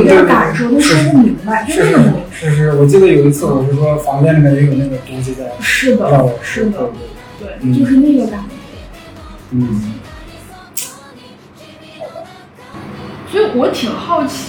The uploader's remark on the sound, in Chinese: 房间空调声音很大…所以有杂音，收听请适当调整音量。